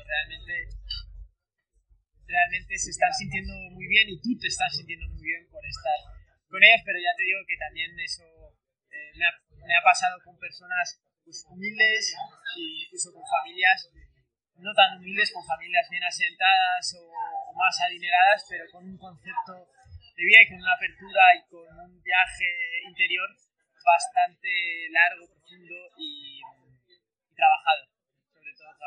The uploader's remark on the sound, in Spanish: Andaba por Madrid. La calidad del audio no es muy buena y pedimos disculpas por ello, estábamos en un bar y había más gente.